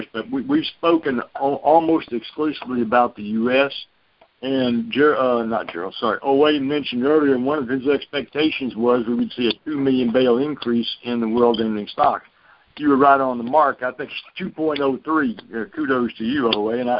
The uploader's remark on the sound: Aug 2019 Monthly Conference Call